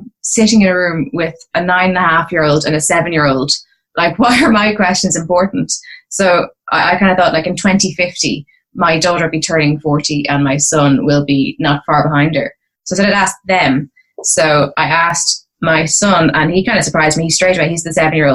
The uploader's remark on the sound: Recorded: ZOOM (London – Dublin)